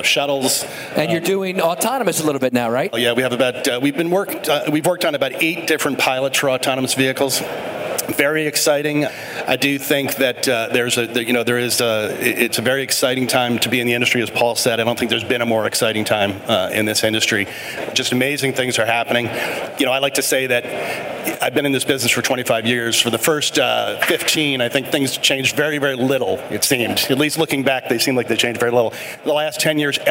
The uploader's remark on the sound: UITP Live. Recorded live at the biggest global transit event, UITP.